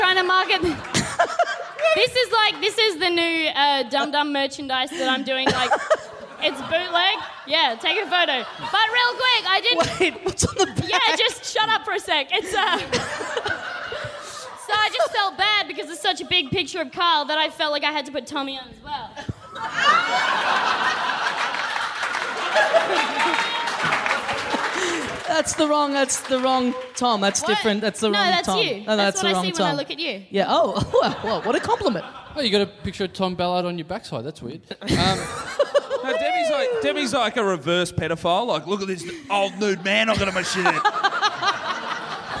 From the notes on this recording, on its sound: Recorded LIVE at the Rhino Room in Adelaide on November 17, 2015.